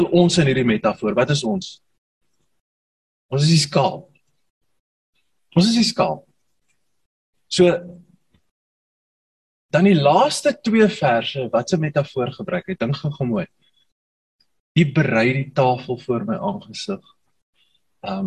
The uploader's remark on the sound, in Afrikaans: Manne van die Woord Zoom Byeenkoms 24 Mei 2022